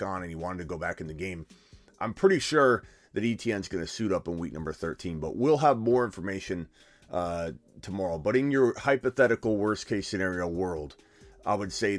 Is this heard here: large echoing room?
no